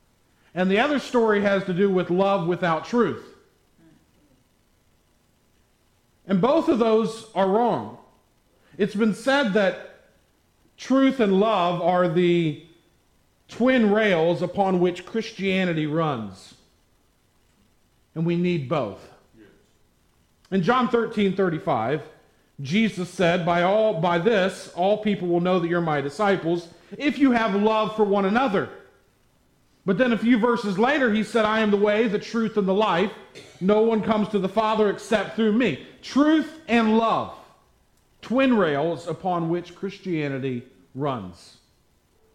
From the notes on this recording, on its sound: at the Tarrant Bible Methodist Church